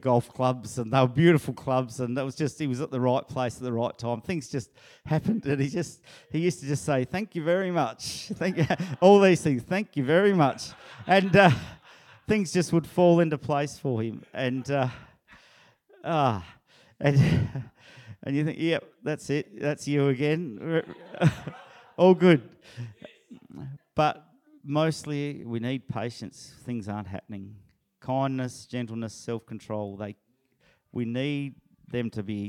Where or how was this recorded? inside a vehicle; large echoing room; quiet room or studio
large echoing room